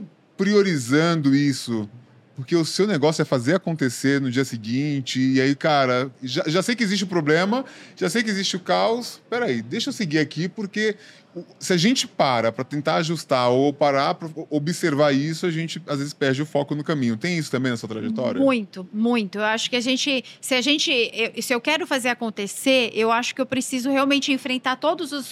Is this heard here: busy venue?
yes